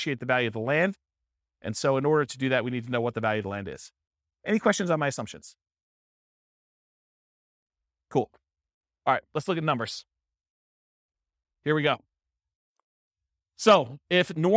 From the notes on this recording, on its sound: This was a live class recorded